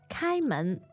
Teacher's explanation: Right, so that's first tone, second tone.